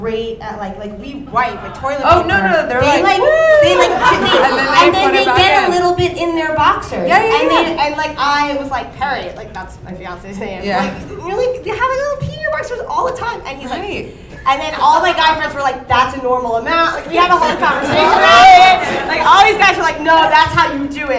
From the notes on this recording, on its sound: In this live episode from Caroline's On Broadway.